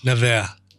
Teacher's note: You probably wouldn't even pronounce the last R and S. It would just be Nevers.